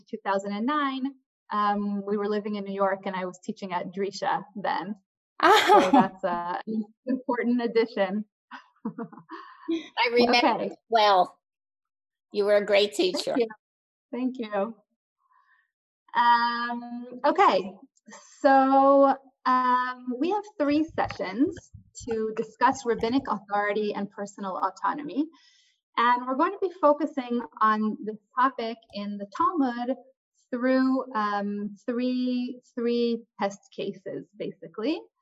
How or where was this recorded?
video call